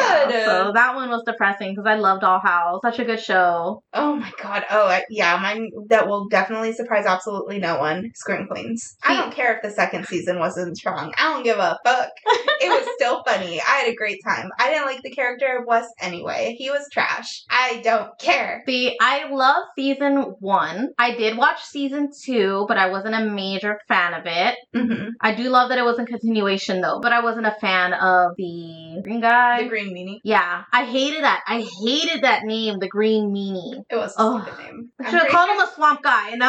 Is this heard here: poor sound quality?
yes